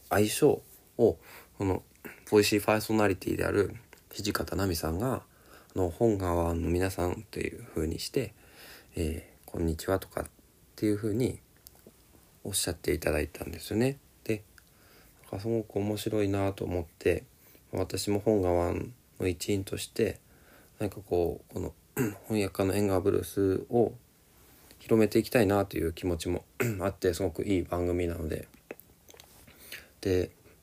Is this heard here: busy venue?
no